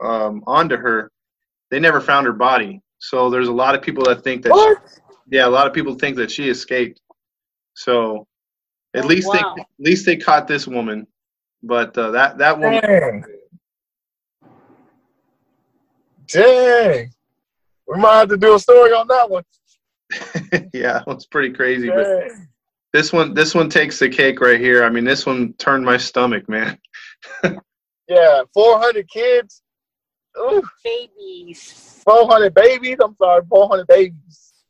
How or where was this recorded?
video call